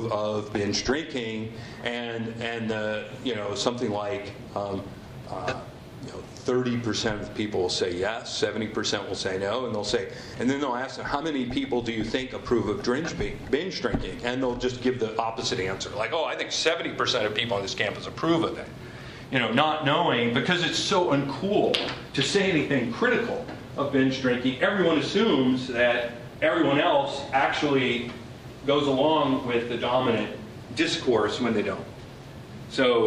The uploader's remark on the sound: This talk was recorded on January 6, 2015, as part of the Chicago's Best Ideas lecture series.